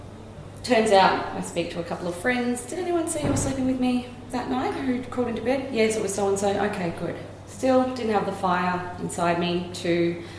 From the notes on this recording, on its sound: recorded at Story Wise Woodend on August 2016